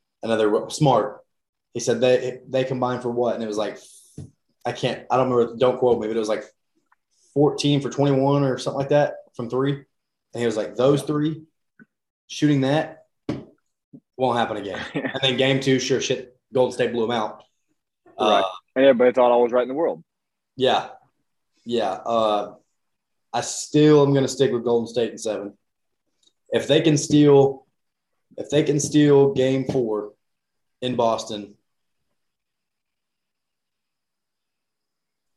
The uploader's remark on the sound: We apologize for the audio we had to use Zoom for this episode